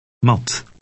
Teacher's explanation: T in Dutch is less explosive than in English.